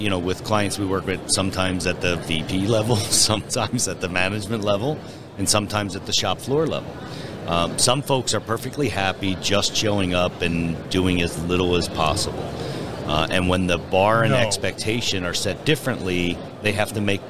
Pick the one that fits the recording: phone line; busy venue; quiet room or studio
busy venue